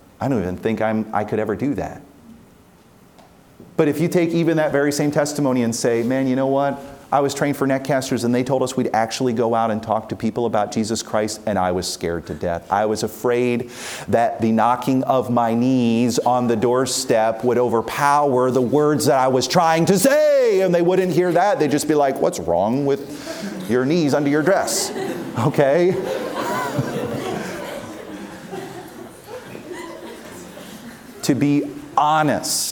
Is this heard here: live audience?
yes